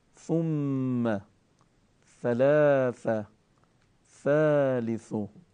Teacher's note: نوک زبان به نوک دندانهای ثنایای بالا اتصال برقرار، بدون هیچ فشار و بدون هیچ درشت کردن حرف، خیلی نرم حرف رو تلفظ میکنم